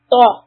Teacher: Its back of the tongue is high.